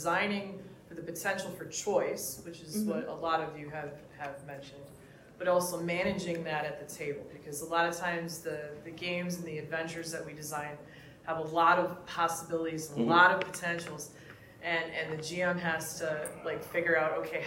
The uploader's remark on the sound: Here is the live panel for Gamehole Con 2023 on Horror in TTRPGs.